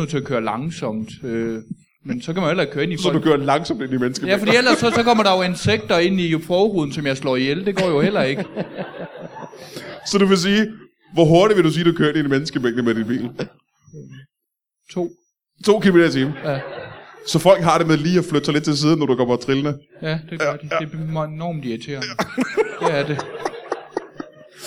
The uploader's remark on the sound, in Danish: LIVE fra Studenterhuset i Odense